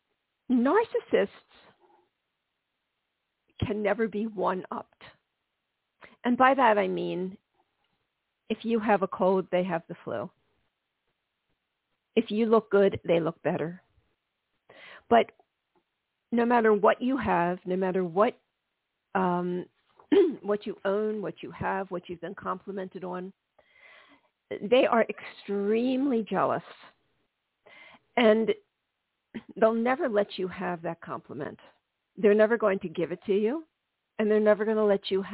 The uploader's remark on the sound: This is a live call-in show.